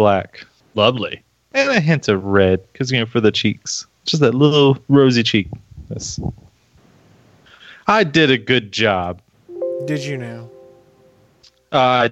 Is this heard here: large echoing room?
no